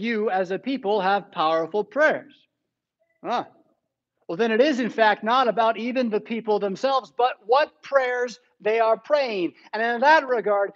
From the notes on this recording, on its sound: Preached at St Paul Lutheran Church, Rockford, Illinois on September 12, 2021.